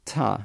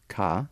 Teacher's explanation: So it's the tongue tip versus the tongue back.